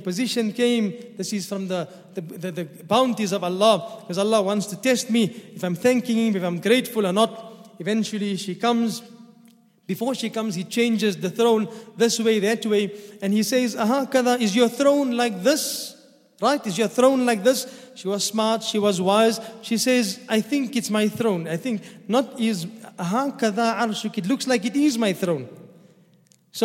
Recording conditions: large echoing room